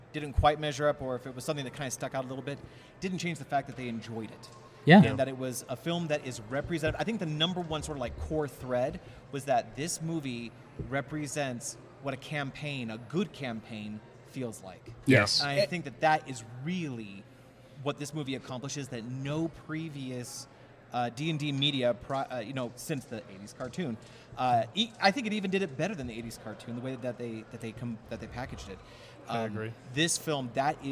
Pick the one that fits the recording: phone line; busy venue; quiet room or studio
busy venue